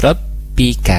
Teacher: kembali ada ba sukun, ditahan dulu, tidak mengalir suaranya